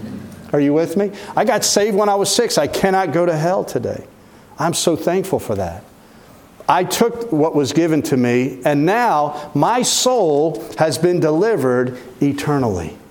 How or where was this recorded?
large echoing room